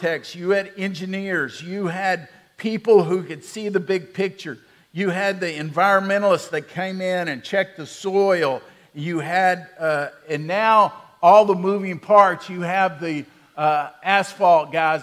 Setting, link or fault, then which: setting, large echoing room